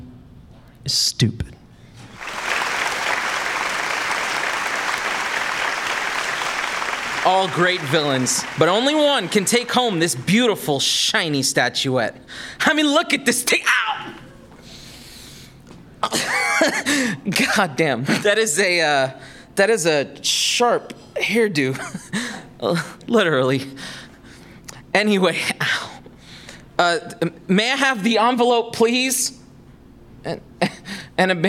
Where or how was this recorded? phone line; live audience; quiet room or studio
live audience